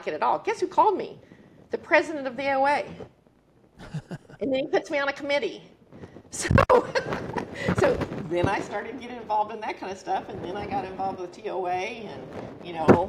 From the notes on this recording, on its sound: gave the closing talk at a recent women's leadership conference hosted by Women in Optometry